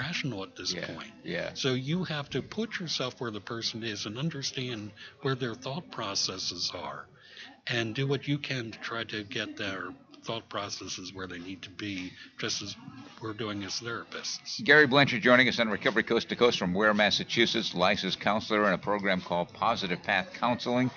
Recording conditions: busy venue